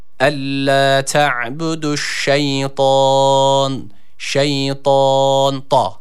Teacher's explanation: A sesi veriyoruz kalın bir harf olduğundan dolayı